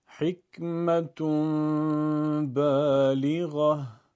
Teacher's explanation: هرگاه نون ساکن به حرف با برسه، برای سهولت در تلفظ نون رو تبدیل به میم میکنیم. به این میگن اقلاب.